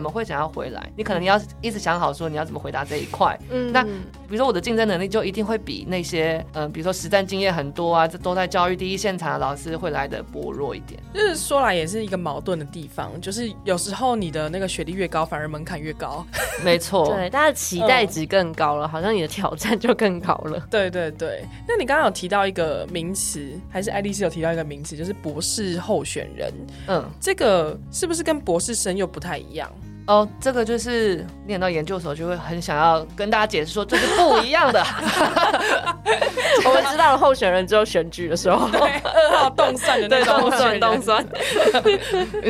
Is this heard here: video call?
no